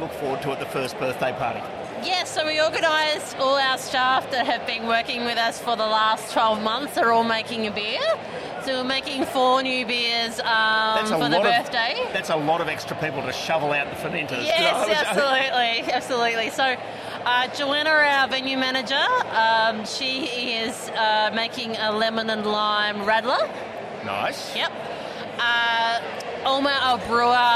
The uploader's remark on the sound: interviews from the Williamstown Beer and Cider Festival